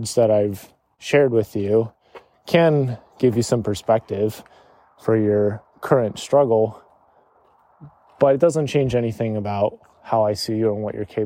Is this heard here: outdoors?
yes